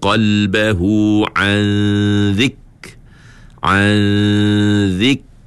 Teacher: Kita bersedia masa dengar an tu, lidah duk bersedia huruf zal. · Term: ikhfa